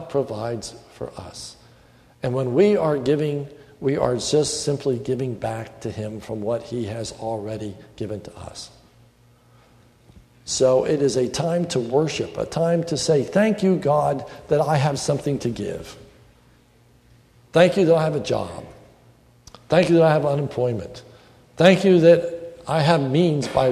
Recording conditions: large echoing room